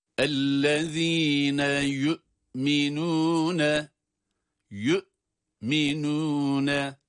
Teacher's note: Buradaki hemzeyi, sesi çıkarıyoruz ama geriye düşen bir hareke ile ses devam etmiyor. Orada hapsoluyor ses. · Term: cezimli bir hemze